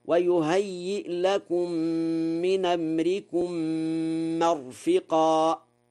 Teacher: نقل حركة الهمزة إلى الساكن قبلها في قوله من أمركم